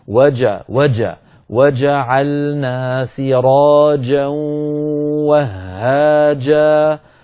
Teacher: الجيم أحيانا تخرج معك رخوة، وجعلنا سراجا وهاجا، جعلنا فيها جيم، سراجا فيها جيم، وهاجا فيها جيم. انتبه إلى هذه الجيمات أن تأتي بها كلها صوتها محبوس، هذا معنى الشدة. الشدة انحباس الصوت، انغلاق المخرج.